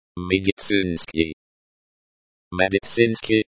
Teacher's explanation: Medicinsky is pronounced with a stress on the third syllable